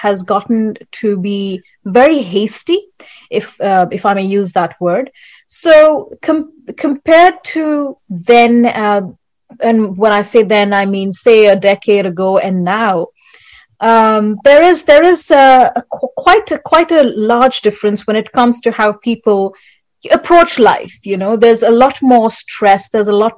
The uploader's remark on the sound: Virtually Recorded